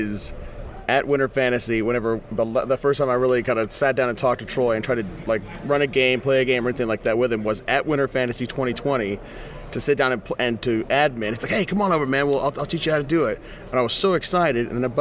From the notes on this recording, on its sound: Live From Fort Wayne, It’s Winter Fantasy! We are coming at you LIVE from the Grand Wayne Center in beautiful and blustery downtown Fort Wayne.